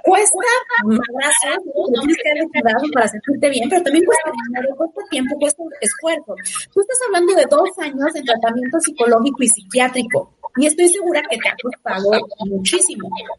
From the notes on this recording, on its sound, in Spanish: El audio de este episodio no es el mejor